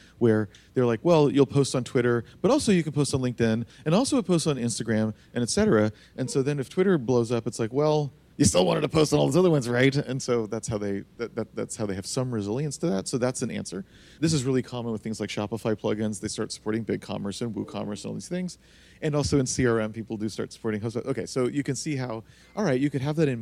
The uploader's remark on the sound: Recorded for a live audience of Longhorn Startup students at The University of Texas.